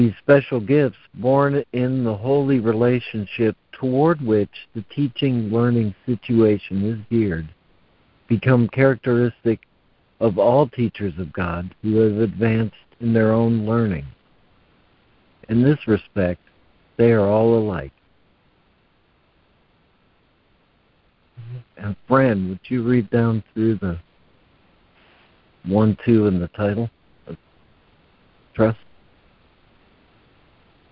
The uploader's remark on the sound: ACIM Daily Conference Call